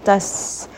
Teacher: seen is going to have safir, a little bit of a whistle. Das, as you can feel the air escaping through the gaps in your teeth.